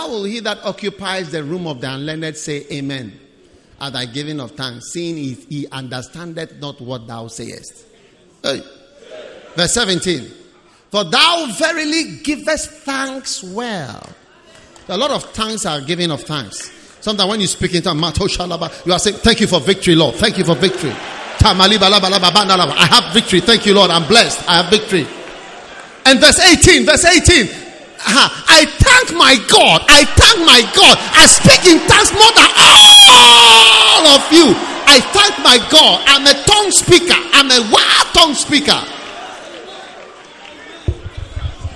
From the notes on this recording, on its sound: Preached at the Prophetic Encounter Service.